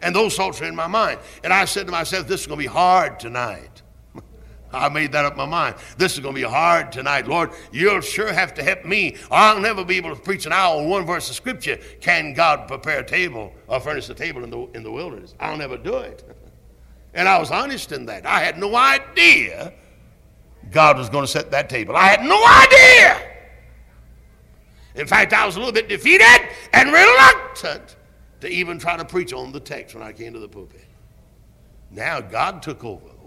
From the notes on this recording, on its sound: Originally preached at Tabernacle Baptist Church in Greenville, SC on June 24, 1973.